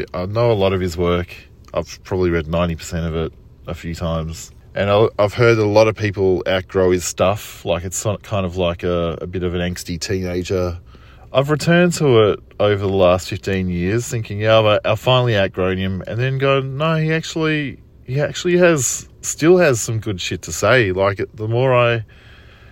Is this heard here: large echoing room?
no